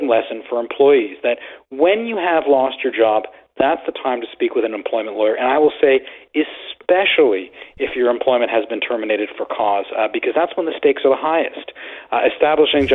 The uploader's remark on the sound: answer these questions as well as your phone calls